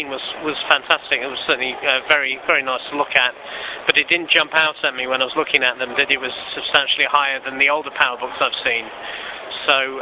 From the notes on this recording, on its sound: recorded from the showroom floor at MacExpo in London